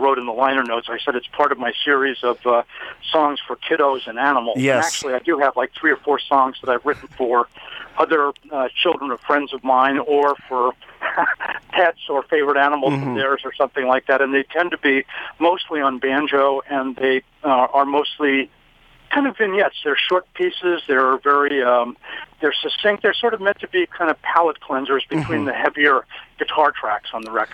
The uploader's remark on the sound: Telephone Interview live on Radio1190!